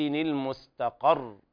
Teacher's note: الوقف على الراء بالسكون مع التشديد. المستقر حذف التنوين والتضعيف الراء هكذا.